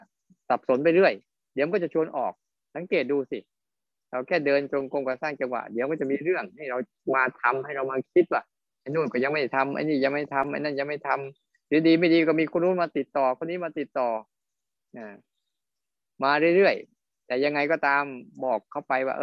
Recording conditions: video call